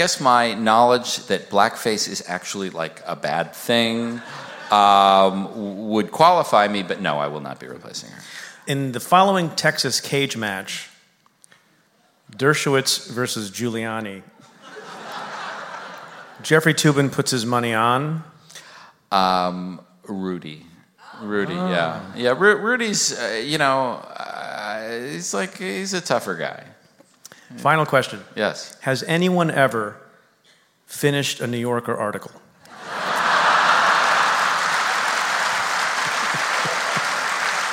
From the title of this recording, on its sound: Live from Town Hall